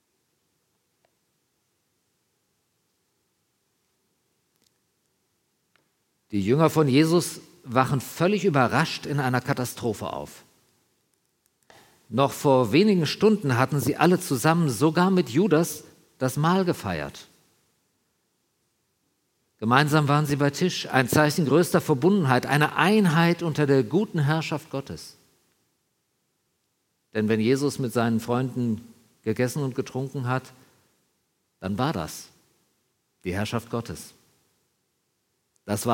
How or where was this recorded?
large echoing room